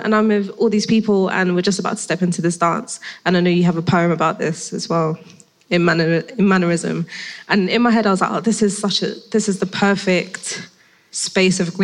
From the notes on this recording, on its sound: Recorded live. At Bars of Reassurance: Poetry and Grime. The live conversation, presented by Royal Society of Literature and the Museum of London alongside Crack Magazine.